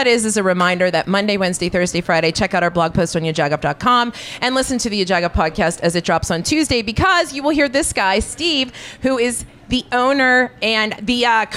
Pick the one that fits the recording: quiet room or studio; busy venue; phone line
busy venue